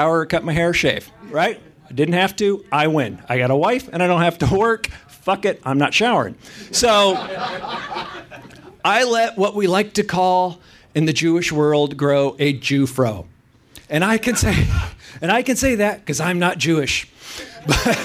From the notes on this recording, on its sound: LIVE from the LA Podcast Festival!